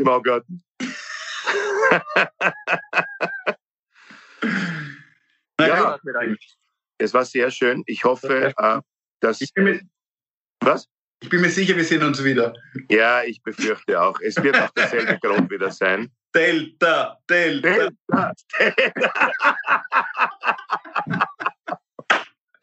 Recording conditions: video call